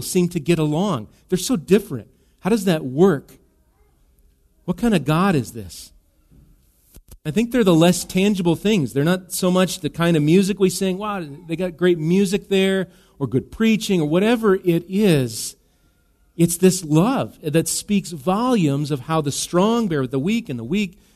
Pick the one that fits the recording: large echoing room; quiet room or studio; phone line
large echoing room